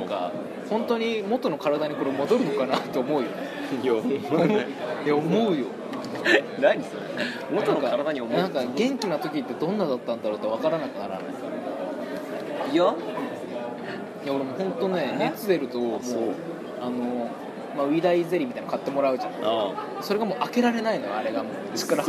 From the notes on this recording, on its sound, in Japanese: 食堂で収録をしていたのですが、隣の女学生が元気よく麺を啜っている音が入っています、ごめんなさい。